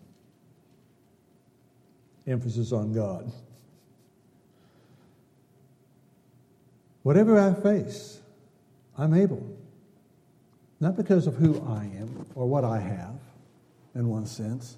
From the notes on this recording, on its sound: Downtown Church Of Christ Audio Sermon